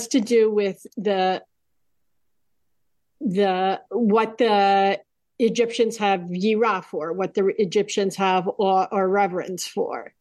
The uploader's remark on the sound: Temple Beth Am, Los Angeles.